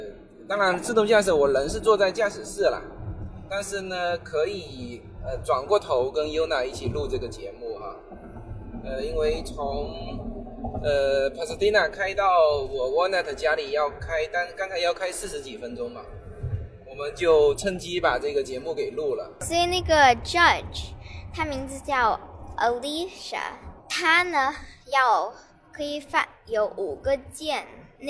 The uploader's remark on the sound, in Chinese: 亲历“美国达人秀”决赛现场